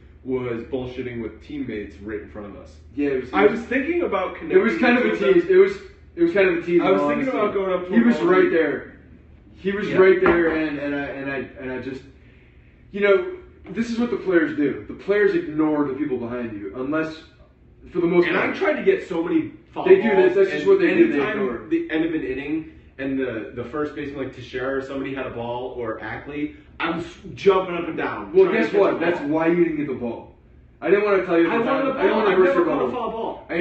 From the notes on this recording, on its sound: Late Night Periscope Edition. Live Periscope edition of the Bronx Pinstripes Show from Tampa! After attending the Yankees vs Orioles spring training game on Friday, we did a live recap podcast. Despite some technical difficulties with actually RECORDING the audio.